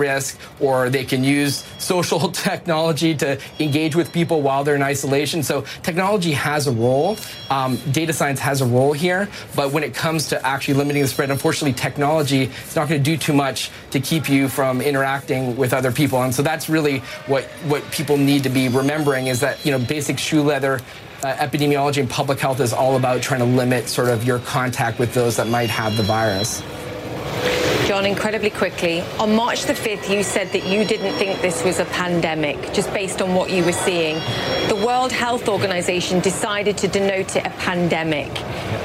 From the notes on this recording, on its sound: live from the New York Stock Exchange